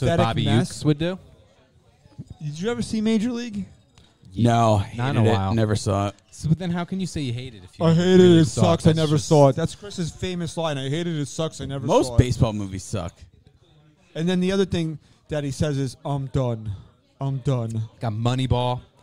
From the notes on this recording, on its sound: LIVE FROM LIDO'S IN NORTH ARLINGTON, NJ. LIVE from Lido's Restaurant in North Arlington, NJ, on NYY Underground.